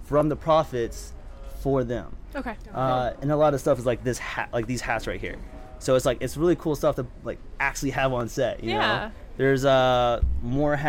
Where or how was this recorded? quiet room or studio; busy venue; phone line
busy venue